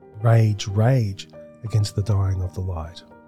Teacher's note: However, although the poem is written mostly in this iambic pentameter, it occasionally, just very occasionally, adopts a metrical variation by incorporating what's called a spondee, 2 stressed syllables side by side